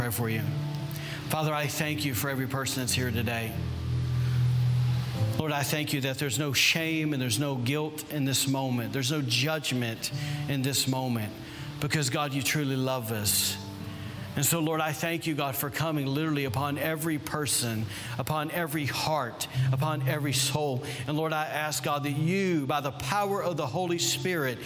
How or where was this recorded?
large echoing room